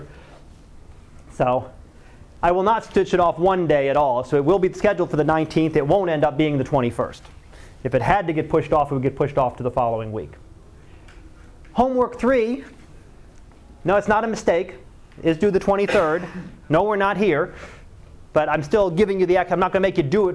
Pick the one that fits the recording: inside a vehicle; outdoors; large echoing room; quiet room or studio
large echoing room